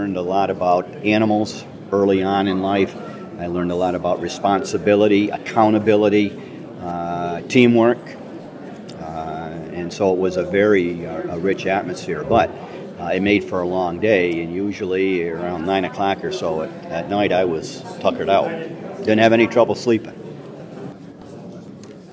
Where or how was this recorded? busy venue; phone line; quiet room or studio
busy venue